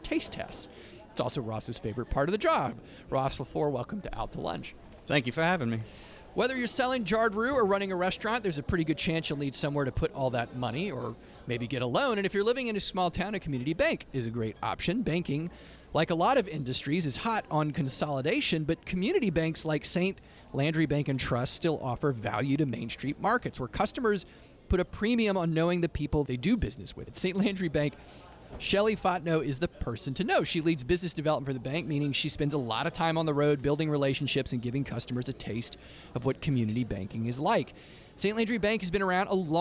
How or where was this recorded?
busy venue